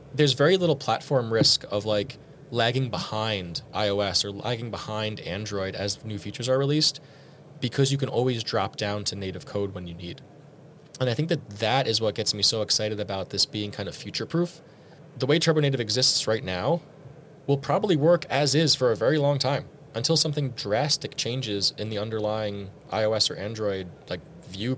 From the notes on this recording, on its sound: This special episode was recorded live at Rails World, the ambient crowd noise gives that fact out.